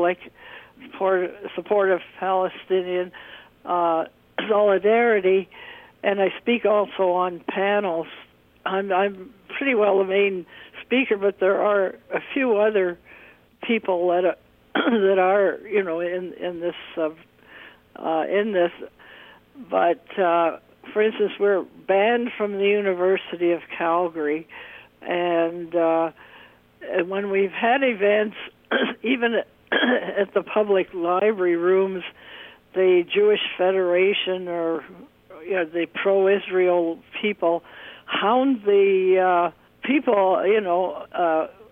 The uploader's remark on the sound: I had with me on the phone